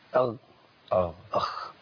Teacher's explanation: الحرفين بيخرجوا من مكان واحد على سبيل التقريب، اللي هو فين؟ ادنى الحلق